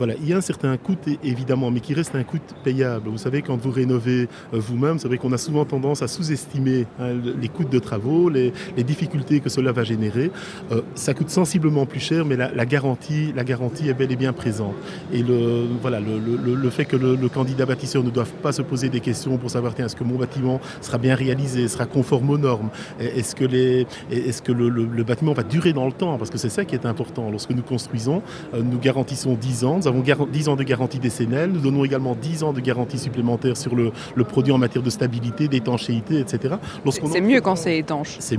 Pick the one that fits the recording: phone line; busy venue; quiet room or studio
busy venue